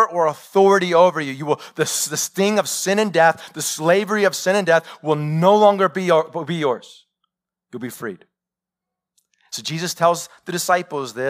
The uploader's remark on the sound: Live sermon recorded 21-Mar-2021 .